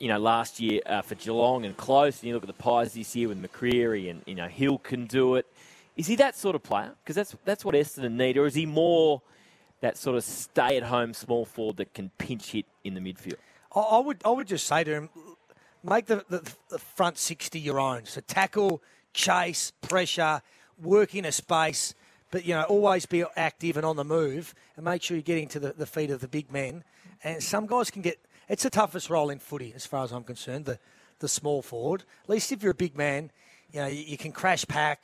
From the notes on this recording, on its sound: live from Sheen Panel Service Lilydale